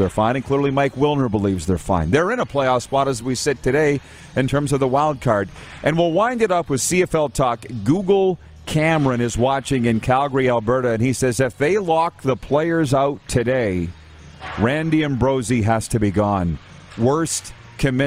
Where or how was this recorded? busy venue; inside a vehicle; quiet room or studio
busy venue